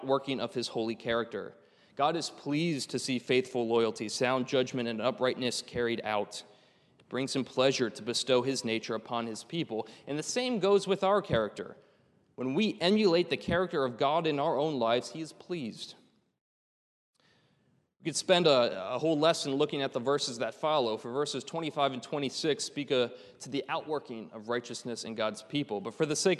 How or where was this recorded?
large echoing room